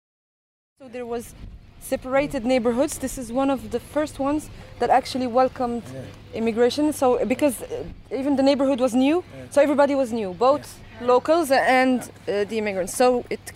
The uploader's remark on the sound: Casablanca: who owns the city #2 Vertical Field Trip. We pick up trash at the shore, circle the lake and have lunch at the central square. We visit a cultural centre, a local market and take a peek at colonial architectural heritage. This soundscape tries to capture the moods, sounds, views and smells of the day that made a big impression on all of us. Bruit du frigo (urban creation collective) at Lac d’Oulfa.